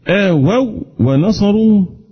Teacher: والذين آووا، هكذا البعض يقول آووا وهذا خطأ، آووا إدغام، صحيح إدغام، بس ليس إدغام بغن، مو كلام ده لو موا أقول له ده إدغام النون في الواو، إنما هنا إدغام واو مع واو، فهنا إدغام كامل تم التشديد